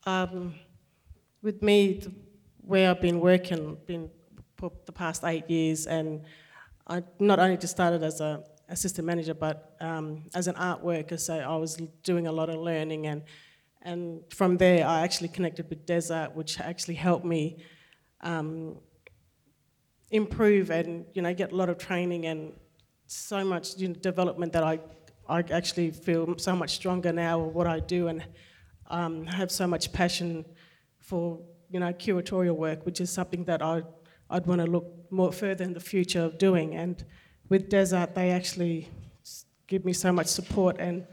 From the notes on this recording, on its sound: Recorded before a live audience at the Art Gallery of South Australia. During the opening weekend of Tarnanthi 2021.